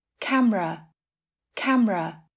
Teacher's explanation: nguyên âm ẻ à, hay chính là schwa ở âm tiết thứ hai thường được lược bỏ